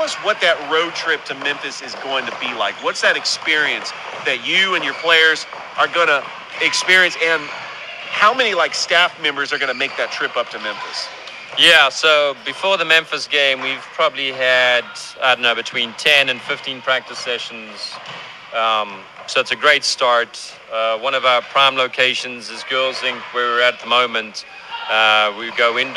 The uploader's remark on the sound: Live Show on location at Girls Inc in Columbus, GA